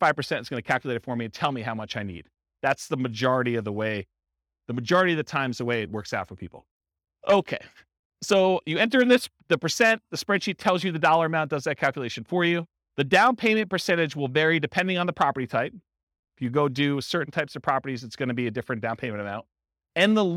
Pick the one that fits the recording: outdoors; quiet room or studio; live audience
live audience